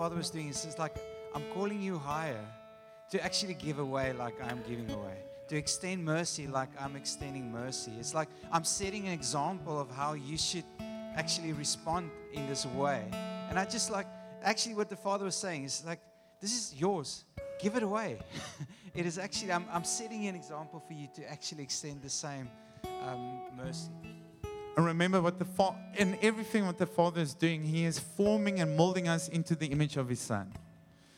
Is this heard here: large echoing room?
yes